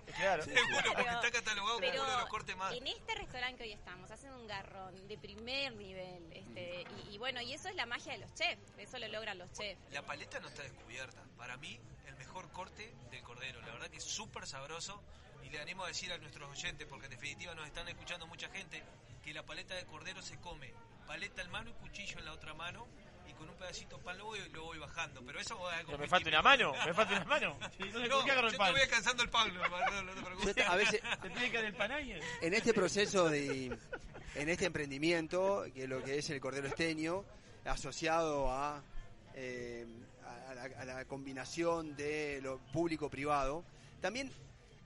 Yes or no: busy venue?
yes